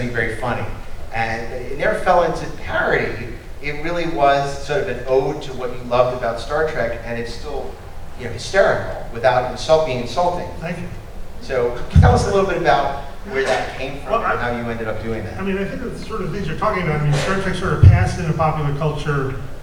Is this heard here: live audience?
yes